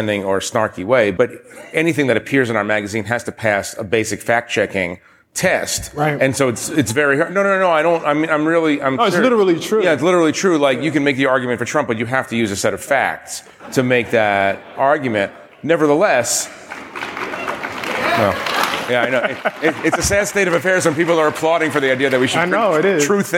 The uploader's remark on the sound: Recorded in front of an audience at South by Southwest in Austin.